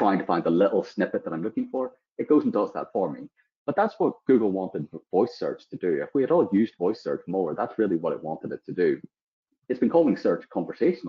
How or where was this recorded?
video call